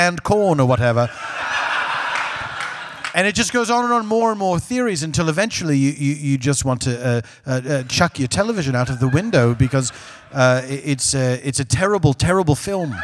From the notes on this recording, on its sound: A special traveling edition of The Dead Authors Podcast. Recorded Live at San Francisco Sketchfest, San Francisco, CA.